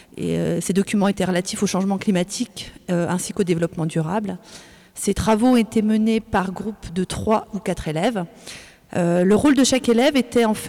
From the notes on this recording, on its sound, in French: Une émission de web radio a été enregistrée et diffusée en direct de Canopé Saint-Dizier.